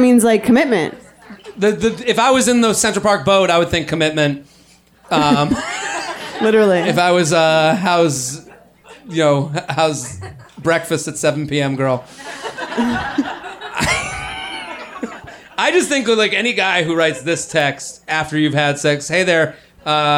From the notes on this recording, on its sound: Live at the Comedy Cellar. Take letters and play games in front of a sold-out crowd at NYC's legendary Comedy Cellar.